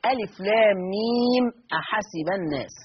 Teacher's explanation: الأحرف المقطعة التي تمد بمقدار ست حركات الإشباع، همد ستة، تمد بسبب السكون، ومنها الحرف المقطع ميم، ميم اللي هو في آخر ألف لام ميم.